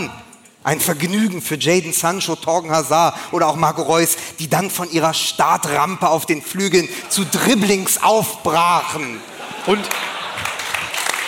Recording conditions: live audience